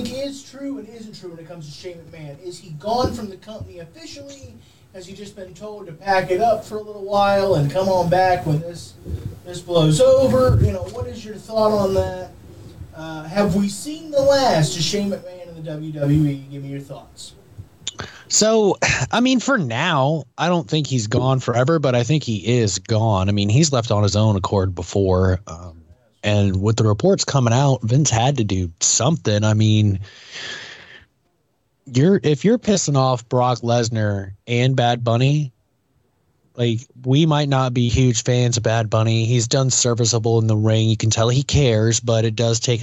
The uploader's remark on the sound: TECHNICAL DIFFICULTIES GALORE!